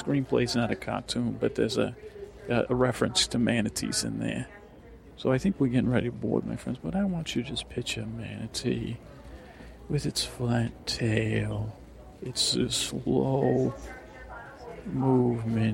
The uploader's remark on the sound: this is a real experiment as it was all recorded at airports